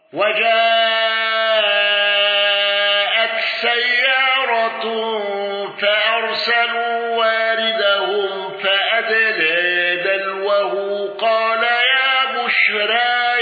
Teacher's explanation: الأزرق بالإشباع وفتح الياء وتقليل الراء